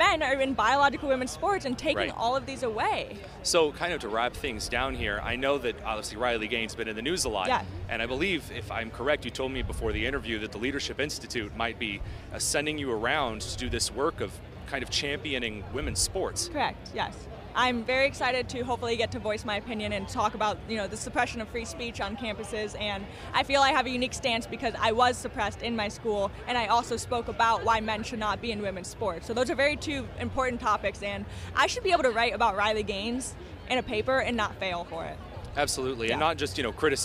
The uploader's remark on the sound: at the Turning Point Action conference in Palm Beach, Florida